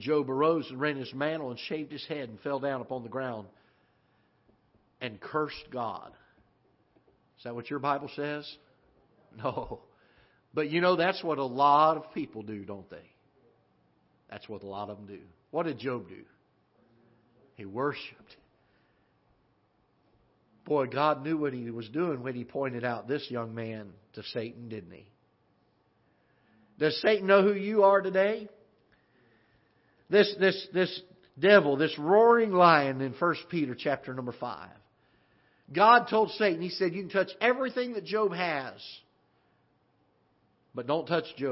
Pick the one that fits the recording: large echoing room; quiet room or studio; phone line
large echoing room